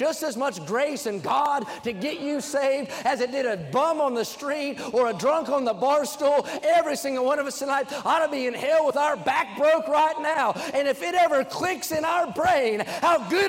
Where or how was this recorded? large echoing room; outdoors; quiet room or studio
large echoing room